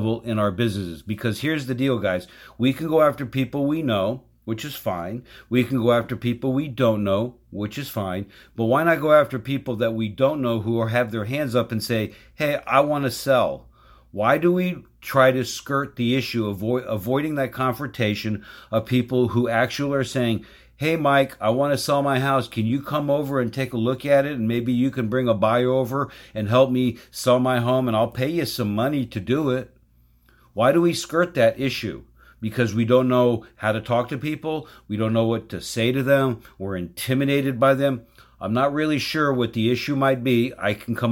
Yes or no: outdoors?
no